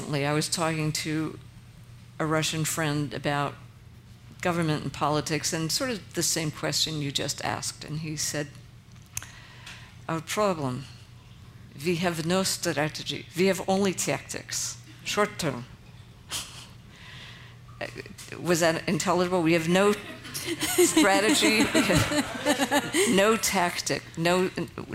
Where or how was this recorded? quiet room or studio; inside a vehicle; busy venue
busy venue